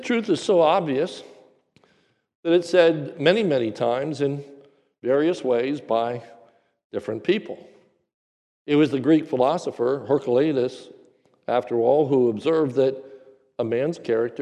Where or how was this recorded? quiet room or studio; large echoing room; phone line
large echoing room